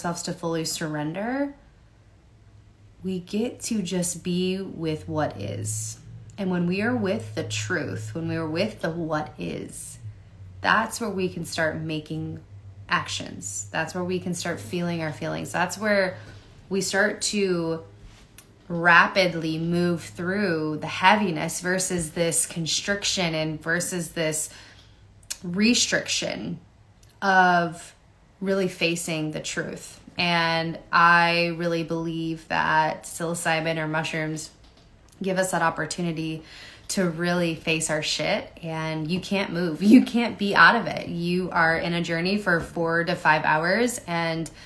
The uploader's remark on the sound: Resharing this audio from an IG LIVE